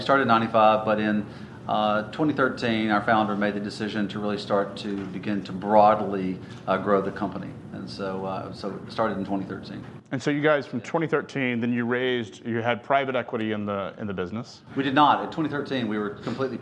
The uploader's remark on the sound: The interview was filmed during the Truckload Live Summit in Chattanooga, TN on December 5, 2019.